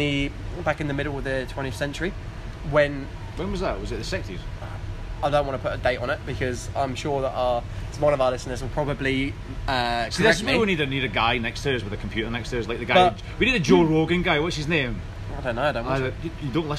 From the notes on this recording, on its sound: We recorded this in an afternoon in a pub in Colchester.